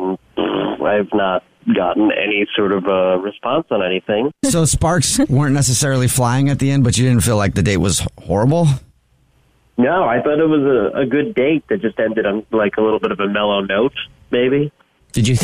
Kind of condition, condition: link, phone line